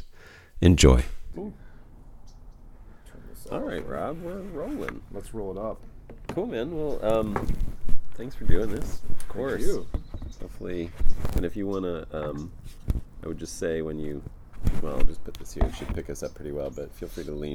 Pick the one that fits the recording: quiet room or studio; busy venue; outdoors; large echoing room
outdoors